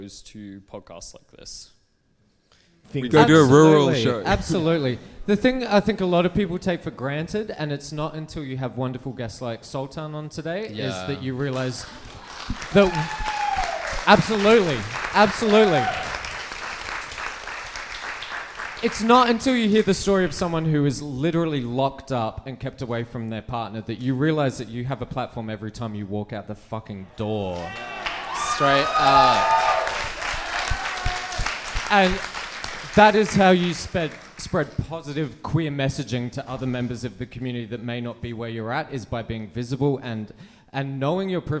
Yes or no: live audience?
yes